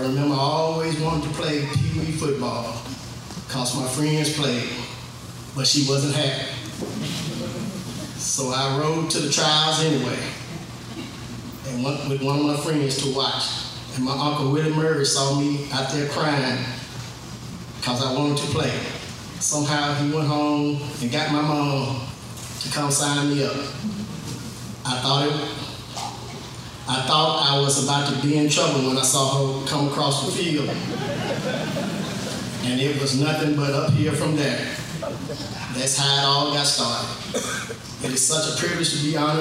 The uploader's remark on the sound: Live at the Limestone County Sports Hall of Fame Induction Ceremonies